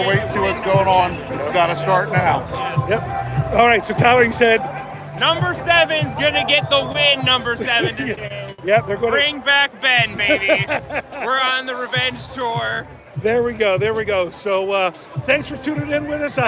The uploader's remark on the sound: Live Report from Heinz Field before Week 15. Live from Heinz Field for pregame frivolity.